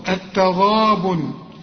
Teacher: الغين هنا بالمد بتاعها مفخم